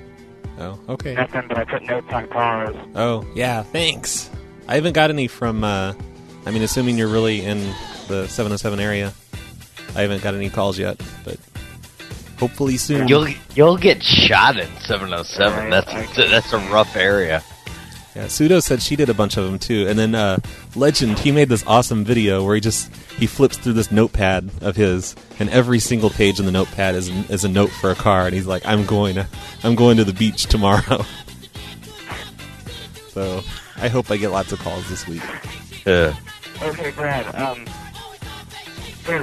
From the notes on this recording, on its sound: Prank Phone Calls Collection